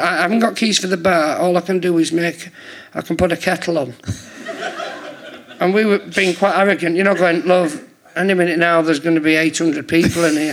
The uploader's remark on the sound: Leicester Square Theatre Podcast. Giving away a prize to a lucky audience member.